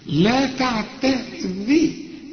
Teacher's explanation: الذال هنا مرققة جدا